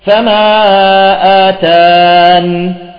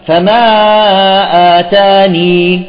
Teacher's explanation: أول وجه هو حذف الياء، حذف الياء، فنقف على السكون المحض · Shown in: first take · نقف عليها بالسكون، فما آتان، فما آتان، إما بثبوت الياء فما آتاني، لاحظتم؟